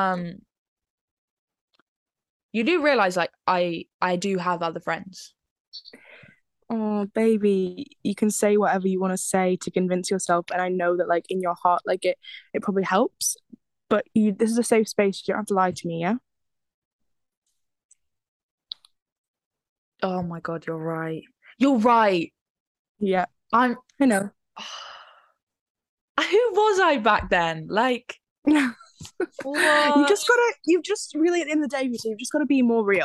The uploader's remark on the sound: our first zoom podcast